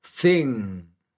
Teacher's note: Sonido obtenido soplando con la lengua entre los dientes